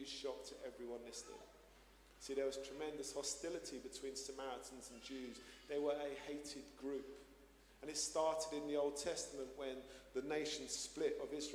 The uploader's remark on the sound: Streamed live at St Paul's Shadwell